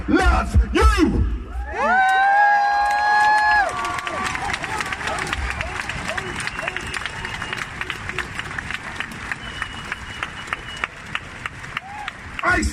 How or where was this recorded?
outdoors